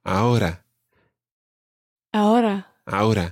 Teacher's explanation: the R in ahora isn't really rolled. It's more like a flick that happens somewhere just above your teeth.